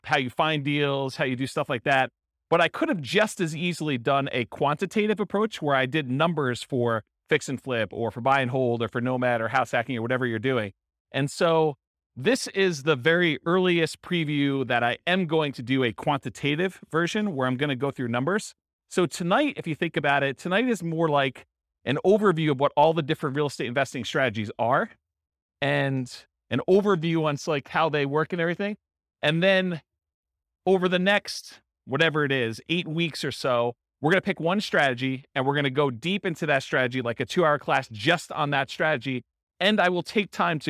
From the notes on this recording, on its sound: Real estate entrepreneurs in Surprise, Arizona. This was a live class recorded.